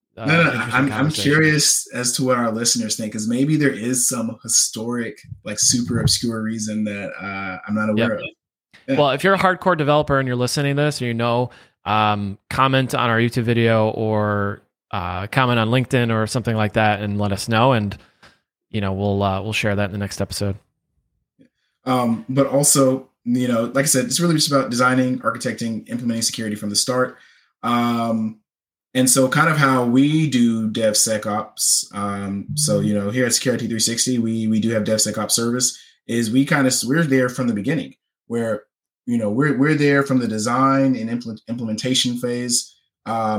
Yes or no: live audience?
no